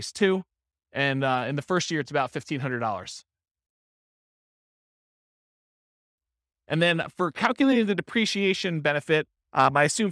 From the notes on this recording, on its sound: This was a live class recorded